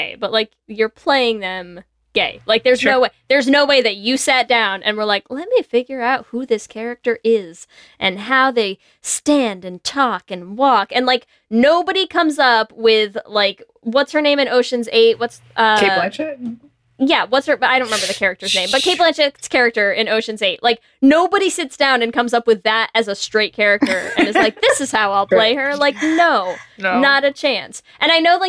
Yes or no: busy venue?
no